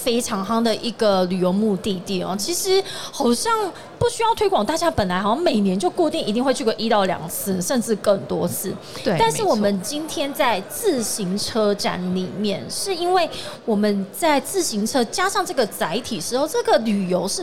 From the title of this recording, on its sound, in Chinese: 2022 Taipei Cycle台北國際自行車展-Live Podcast